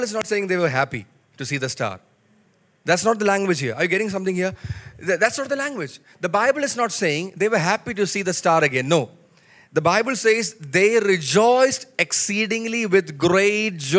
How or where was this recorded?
large echoing room